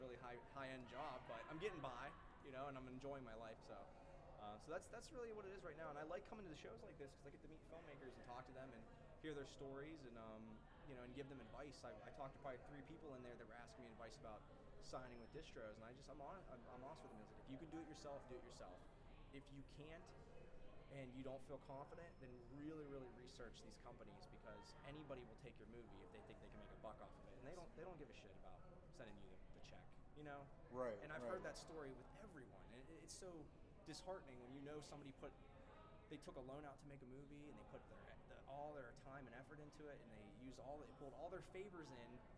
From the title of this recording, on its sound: Live From Grossfest